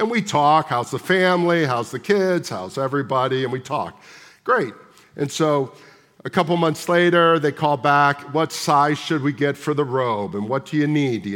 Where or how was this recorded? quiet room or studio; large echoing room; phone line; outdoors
large echoing room